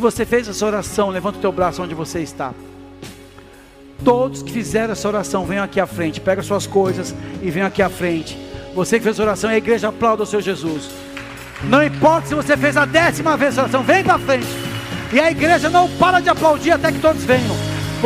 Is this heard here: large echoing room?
yes